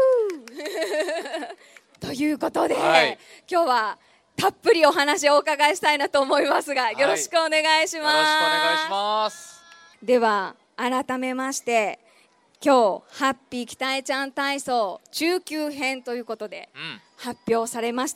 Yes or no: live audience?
yes